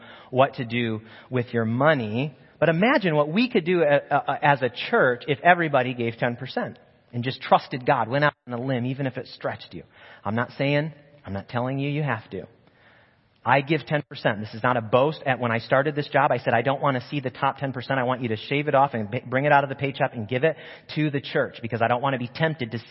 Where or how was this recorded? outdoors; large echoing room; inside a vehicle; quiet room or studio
large echoing room